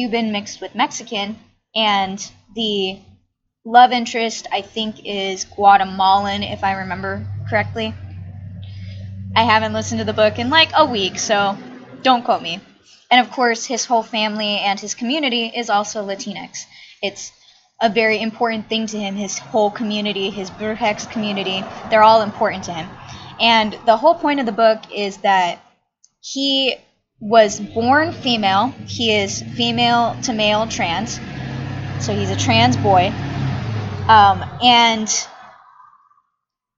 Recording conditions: background noise